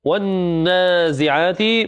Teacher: إذا درست عند أحد المشايخ وقالك ما حكم والنازعات غرقا، فتقول والنازعات، النون هنا فيها غنة لأنها مشددة، والنون هنا فيها مد طبيعي تمد حركتين، والنازعات العين فيها مد طبيعي نمدها حركتين